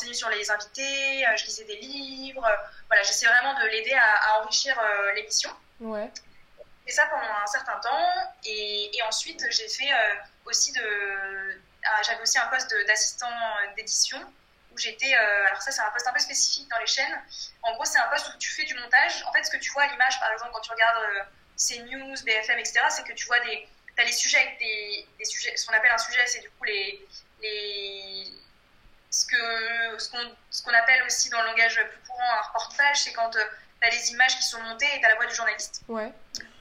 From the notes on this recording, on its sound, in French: En raison de la situation actuelle, j’ai enregistré il y a quelques jours mon premier épisode en vidéo conférence.